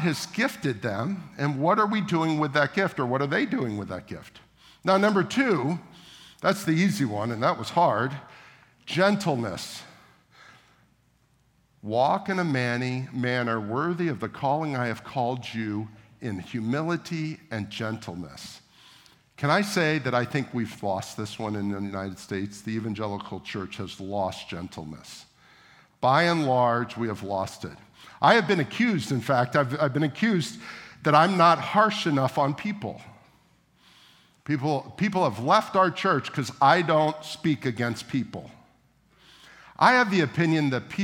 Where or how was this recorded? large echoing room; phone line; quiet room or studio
large echoing room